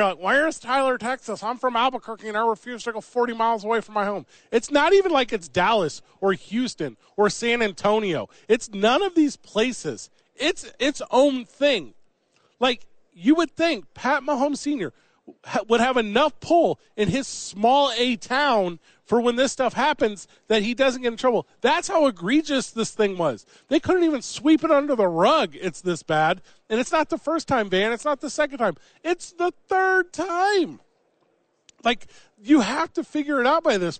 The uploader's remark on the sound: live from Radio Row